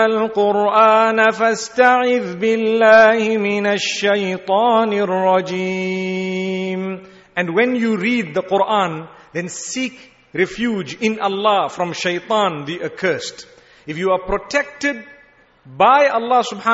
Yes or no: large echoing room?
yes